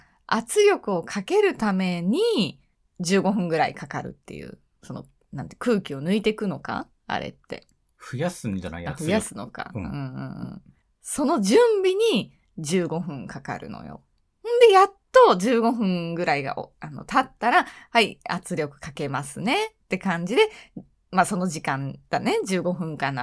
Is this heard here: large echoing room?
no